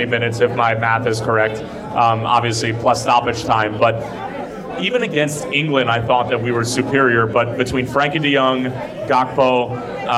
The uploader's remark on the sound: LIVE at the Fire Pitch